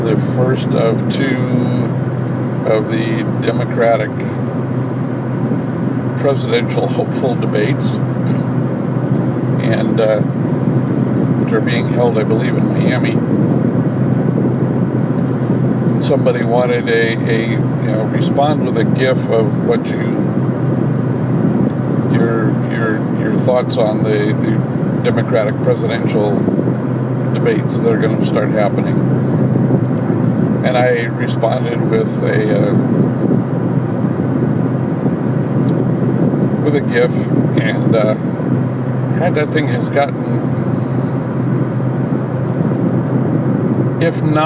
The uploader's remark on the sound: Commentary while driving home from the grocery store.